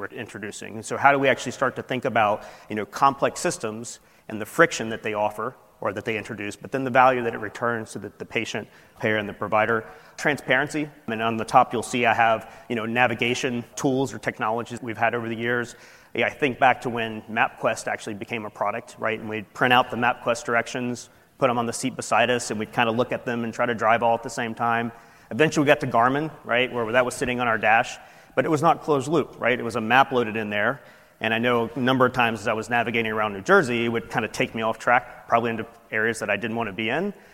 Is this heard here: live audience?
yes